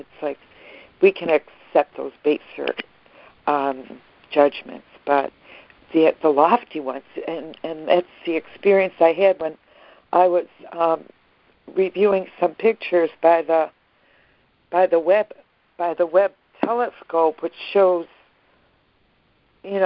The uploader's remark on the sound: ACIM Daily Conference Call